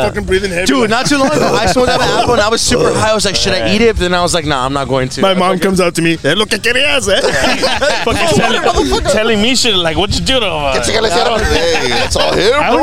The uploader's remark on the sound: live from the 78543 show in Elsa, Tx.